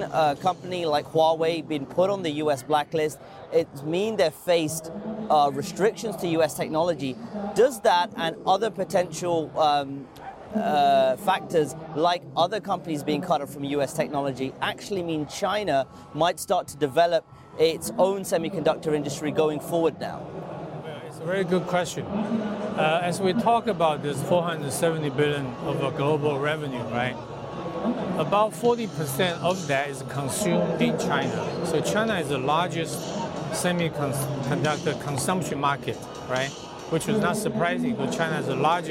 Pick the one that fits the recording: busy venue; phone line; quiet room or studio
busy venue